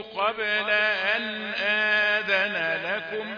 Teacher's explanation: انت بتقول قبل وتجري الباء ساكنة مقلقلة